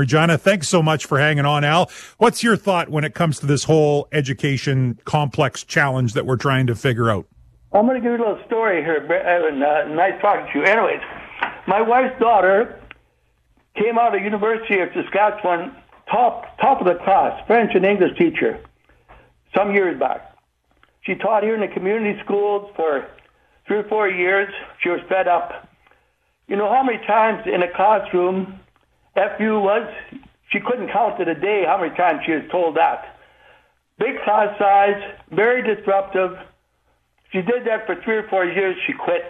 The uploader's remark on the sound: opens up the phone lines to take your calls